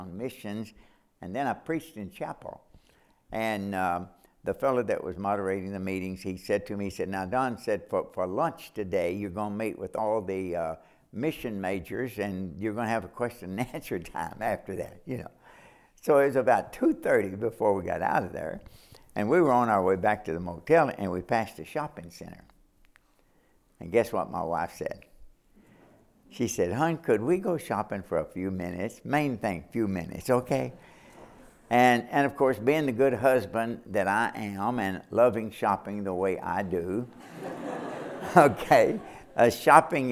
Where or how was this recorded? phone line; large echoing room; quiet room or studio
large echoing room